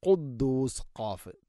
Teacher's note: തൊണ്ടയുടെ മുഗൾ ഭാഗവും കഴിഞ്ഞ് ചെറുനാക്ക്.